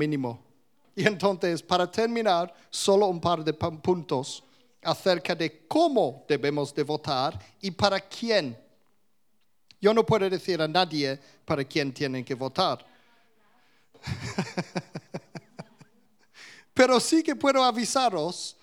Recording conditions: live audience